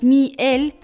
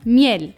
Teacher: Das bedeutet, dass Miel nicht so ausgesprochen wird, sondern Miel. Das heißt, die Betonung liegt auf der letzten Silbe · Shown in: second take